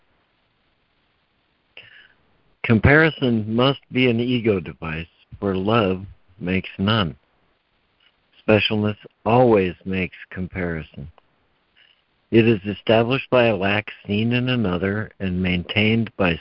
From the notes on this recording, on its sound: ACIM Daily Conference Call.